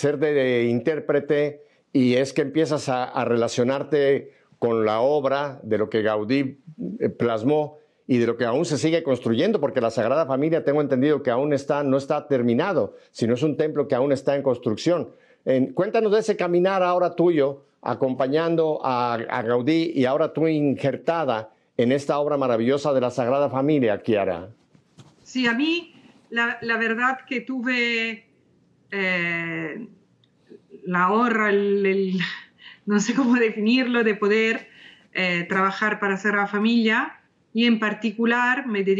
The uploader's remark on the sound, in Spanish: nos acompaña por primera vez, vía Skype.